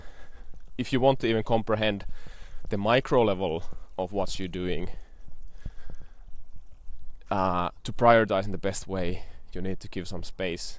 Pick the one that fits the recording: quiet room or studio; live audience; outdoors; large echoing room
outdoors